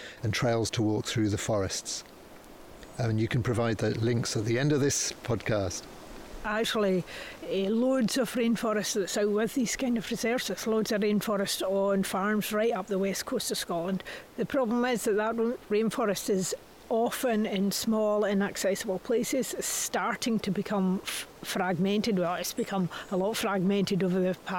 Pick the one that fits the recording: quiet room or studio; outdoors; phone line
outdoors